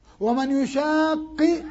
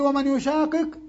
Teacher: قال إذا كان الفعل المشدد المضاعف مجزوما فيجوز فيه لغتان، يجوز إدغام القاف في القاف ويجوز فك الإدغام